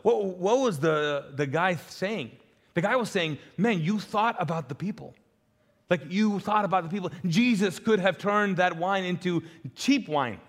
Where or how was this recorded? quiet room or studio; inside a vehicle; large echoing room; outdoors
large echoing room